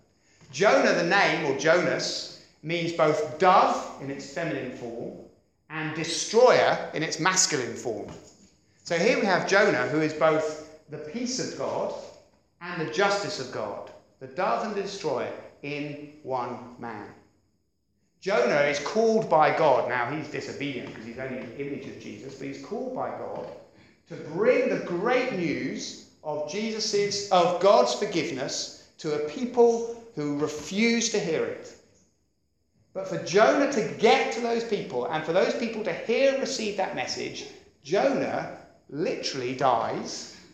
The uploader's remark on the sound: at Beacon Church, Beacon International Centre on 26th Feb 2017